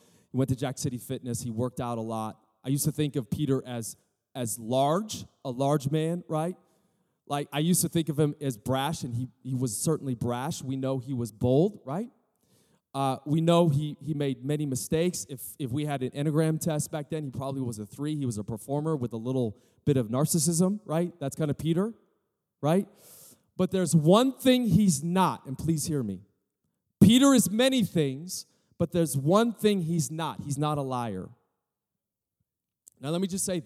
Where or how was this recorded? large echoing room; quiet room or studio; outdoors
large echoing room